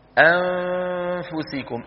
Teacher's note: اللسان لا يعمل عند إخفاء النون عند الفاء، فالجزء اللساني من النون بطل التصويت به وبقي من النون غنتها واسمه إخفاء.